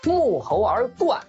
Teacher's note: 这个冠啊是一个多音字，它在沐猴而冠当中读四声